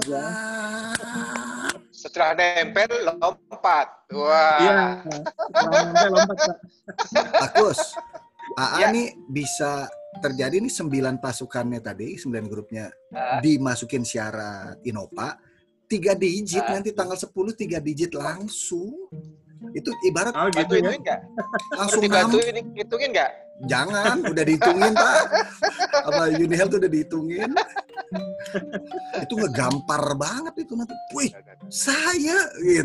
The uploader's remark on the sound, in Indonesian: REKAMAN SUARA ZOOM Meeting